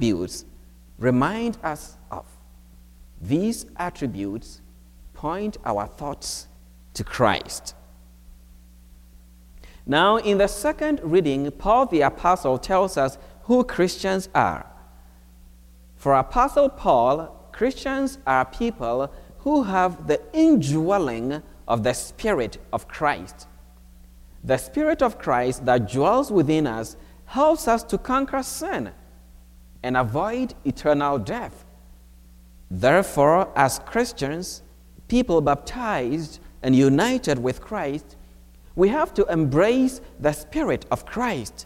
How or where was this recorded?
large echoing room